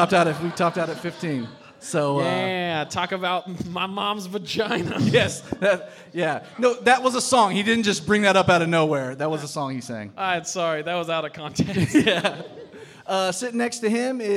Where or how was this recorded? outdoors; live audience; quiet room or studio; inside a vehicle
live audience